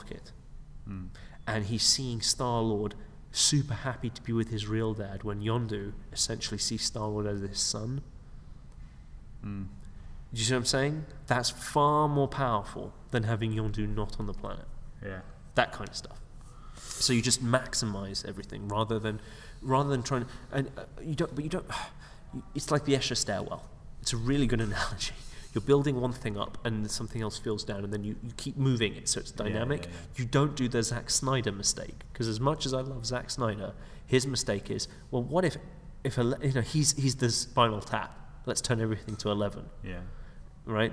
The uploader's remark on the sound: Recording at the McKee Story Seminar in London